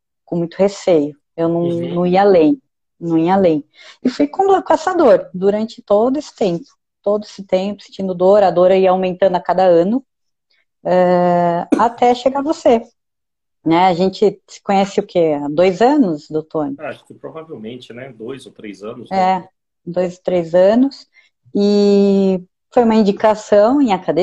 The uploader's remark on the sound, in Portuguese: Bate-papo descontraído retirado de uma live